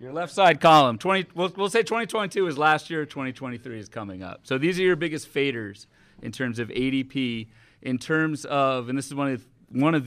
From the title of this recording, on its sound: LIVE From FPAZ 2023